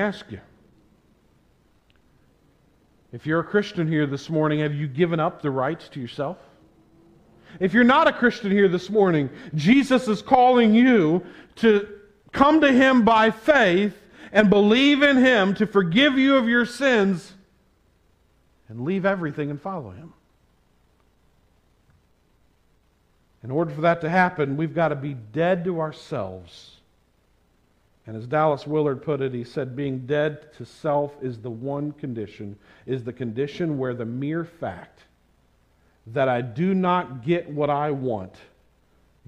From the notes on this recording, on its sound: This sermon was preached at the Tarrant Bible Methodist Church on May 1, 2022.